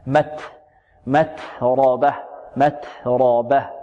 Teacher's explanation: متربه هنا همس في التاء، مت متربه متربه، راء الراء مفخمة والهاء لابد من بيانها، نقول متربى متربى.